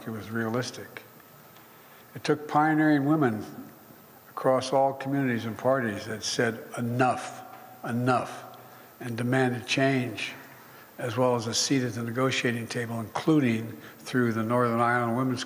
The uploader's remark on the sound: addressed a small audience in Belfast